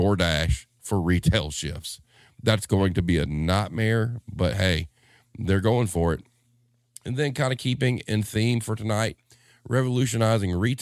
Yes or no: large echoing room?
no